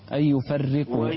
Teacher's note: انتبه إلى الراء لا تفخم الراء